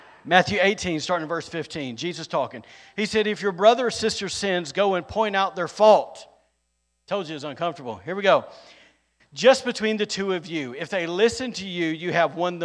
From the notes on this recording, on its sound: recorded on Sunday, November 6th, 2022, during service at The Anchor Church in Rockport, Maine